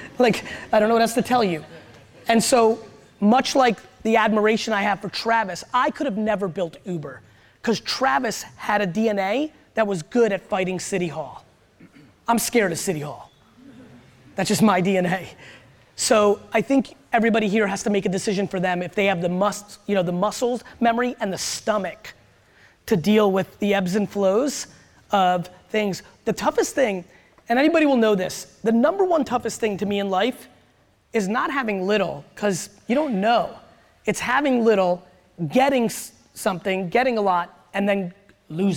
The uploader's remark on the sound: Keynote at Hall Of Flowers